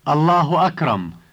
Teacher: when you say the two words together, you must add an U at the end of the word Allah